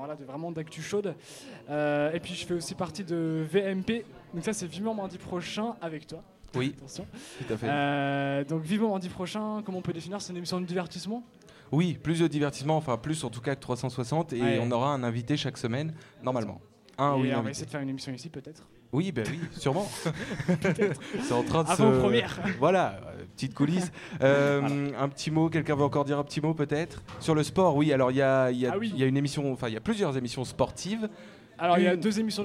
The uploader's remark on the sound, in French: Soirée de lancement de TTU au Diplo. Au progamme : live d'artistes, et interviews.